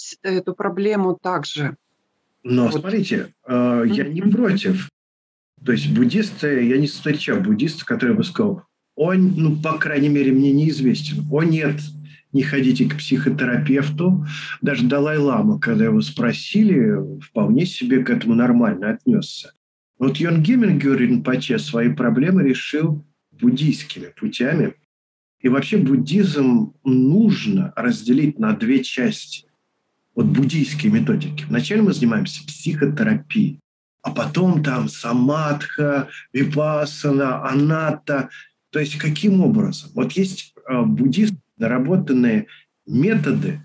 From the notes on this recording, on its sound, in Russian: Запись делалась, через zoom. Просим прощения за шумы на заднем плане. Мы сделали все что могли для очистки записи.